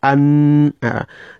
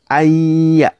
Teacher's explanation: You try as much as possible to insert it directly into the ya'un. The moment you start saying ay, you don't even pronounce the nunun completely. · Shown in: second take · You don't say an, you say ayya. · Term: idgham